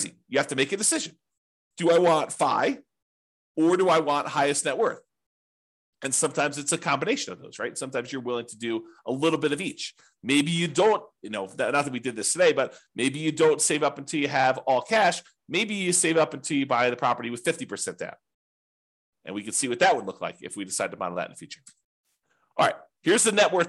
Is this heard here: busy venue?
no